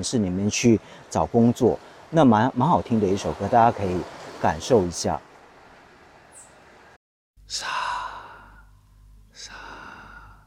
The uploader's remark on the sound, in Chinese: 停泊岛，位于半岛东北边，登嘉楼的外海，一组很漂亮的双岛。这期节目，在岛上录制，所以也可以听到停泊岛的海浪声。